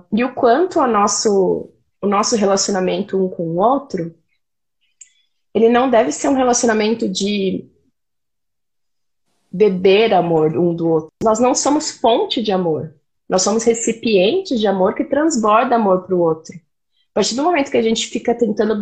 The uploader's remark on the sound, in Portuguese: uma live no seu instagram regada a café